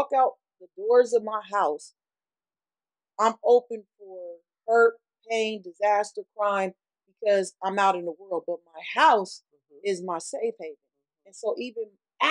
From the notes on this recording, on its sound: Sorry about the audio my husband is learning the equipment